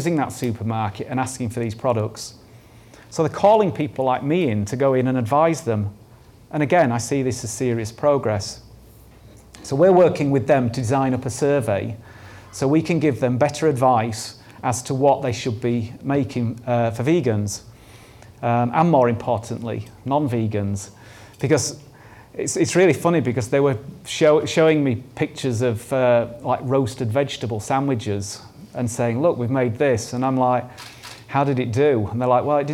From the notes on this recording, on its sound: This talk was recorded at Vevolution Topics: Effective Advocacy 2018